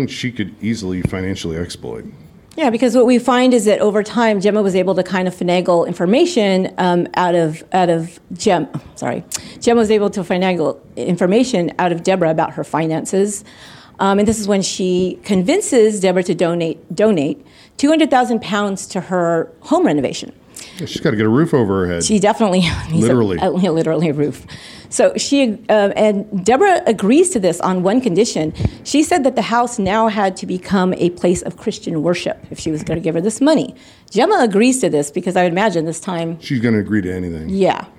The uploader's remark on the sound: LIVE at CrimeCon London. LIVE FROM U.K.